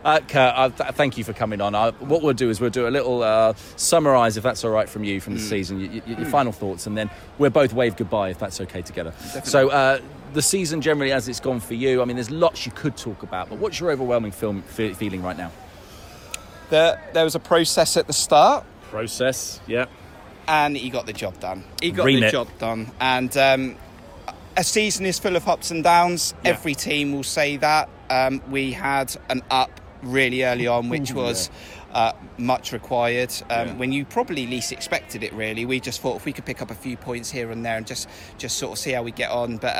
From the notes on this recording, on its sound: AFC Bournemouth fans of all ages came on the microphone after the post-match celebrations at Dean Court. Chatted to some veruy happy Cherries outside the ground.